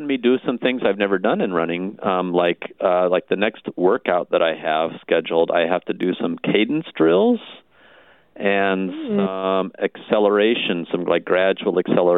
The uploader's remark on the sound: Thanks to the technology at 88.5 - KALA-FM, St. This episode was recorded through the phone.